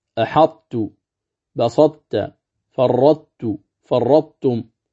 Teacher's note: بإدغام الطاء في التاء مع بقاء صفة الاستعلاء في الطاء، وهو من قسم إدغام المتجانسين.